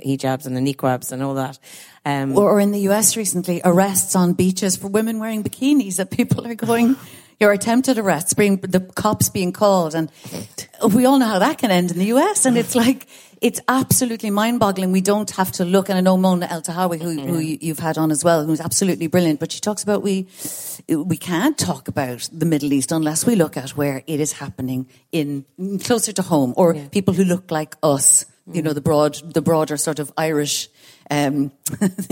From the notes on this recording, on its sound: Recorded live from The Oak Room of the Mansion House, as part of our celebrations for International Women’s Day. For this live recording, we teamed up with The National Women’s Council.